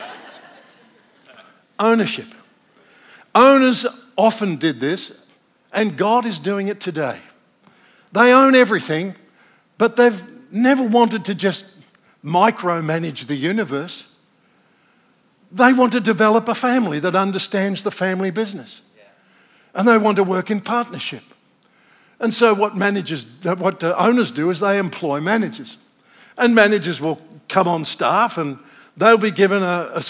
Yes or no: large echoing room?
yes